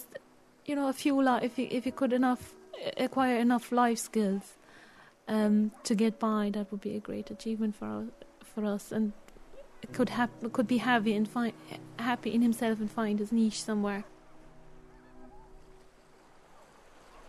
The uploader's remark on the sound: Recorded over five days at Banna Beach in Kerry. A surf camp for autistic children.